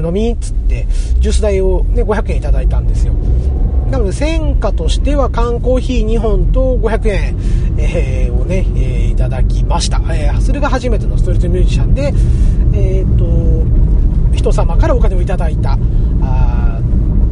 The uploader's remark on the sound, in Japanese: 今回も車中録音ですので、聞き取りにくいと思いますが、ご容赦下さいませ。